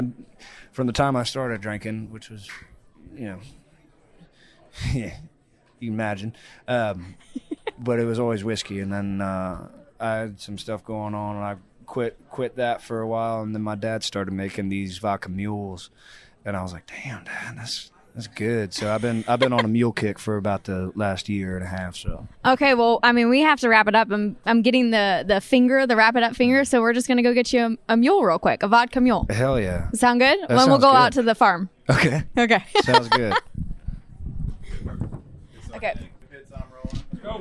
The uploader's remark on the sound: CMA Awards Backstage Interviews.